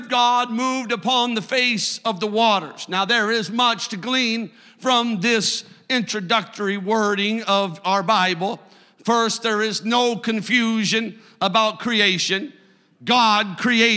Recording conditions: large echoing room